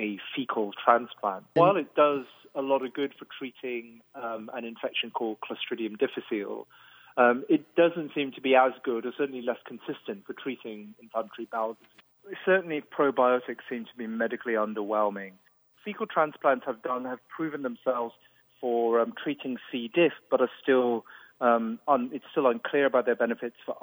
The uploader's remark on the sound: full phone interview